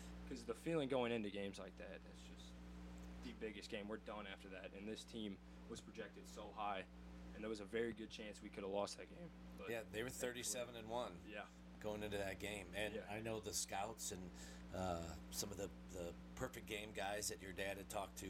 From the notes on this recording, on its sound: Bare with us this week as we struggled with sound and volume!